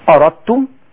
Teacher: أردتم الدال عارية والتاء مشددة، فنراعي إدغام الدال في التاء